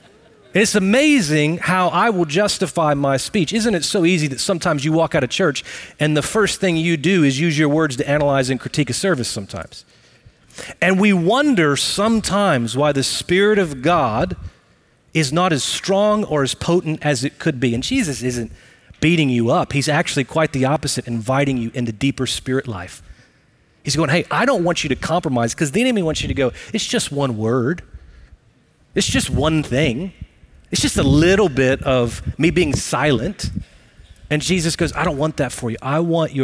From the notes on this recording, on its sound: Recorded live at Brookwood Church on 08 .27.2023.